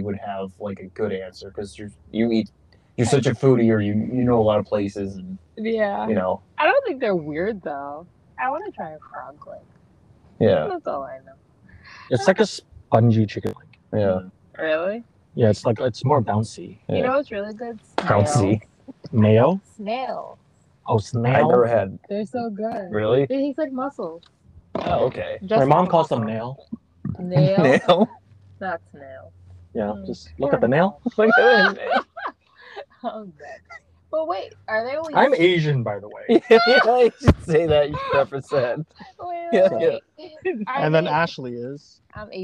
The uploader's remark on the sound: Audio is a work in progress, it'll get better I promise.